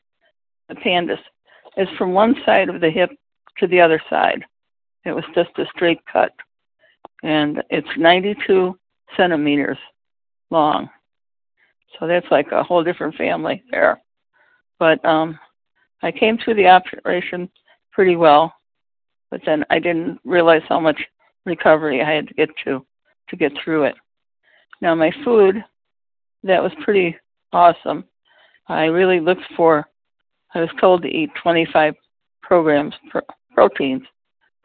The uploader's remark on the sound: the 100 Pounders Phone Meeting on 11/10/20